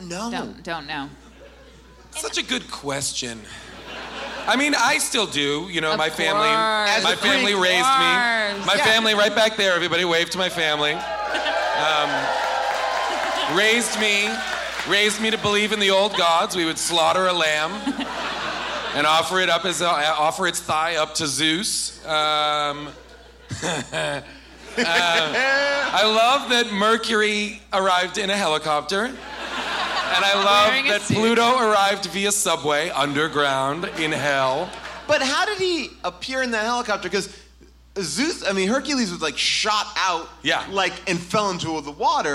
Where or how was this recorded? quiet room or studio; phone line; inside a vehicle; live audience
live audience